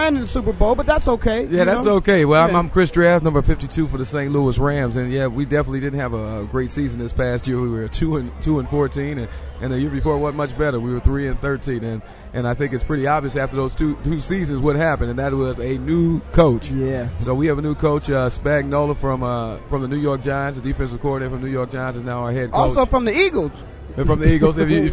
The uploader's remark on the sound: Super bowl 43 Player Network Event (PNE) Live from University of South Florida. Tampa Bay, Florida Super bowl 43 Player Network Event (PNE) Live from University of South Florida.